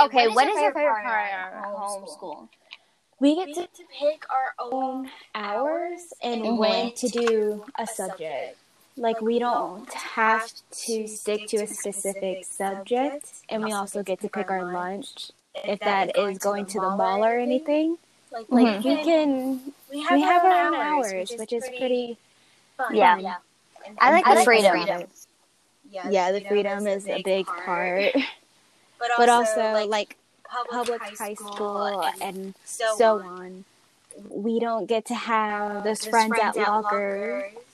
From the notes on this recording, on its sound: Sorry for echoing.